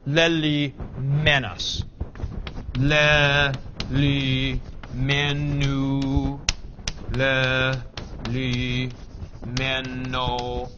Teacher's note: they put the men right onto the stem and pull the accent back one syllable